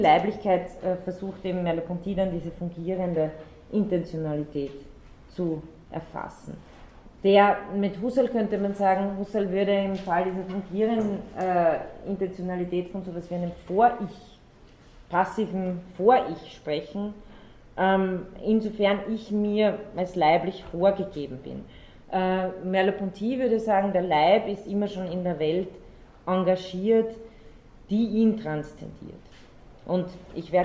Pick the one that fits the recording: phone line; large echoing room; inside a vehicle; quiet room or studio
large echoing room